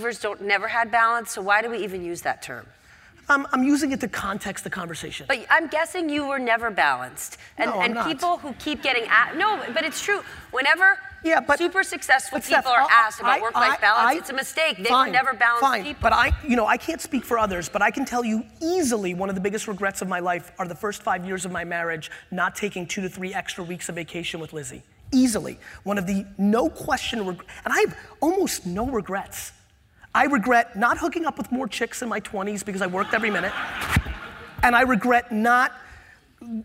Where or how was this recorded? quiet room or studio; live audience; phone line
live audience